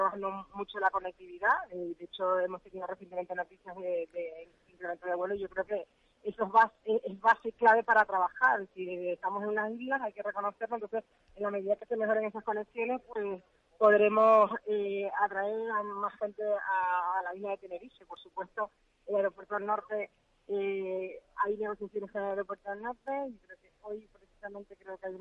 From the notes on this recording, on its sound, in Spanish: Gente Radio. Entrevista telefónica. Concejal de Turismo de Puerto de la Cruz, durante su presencia en Fitur.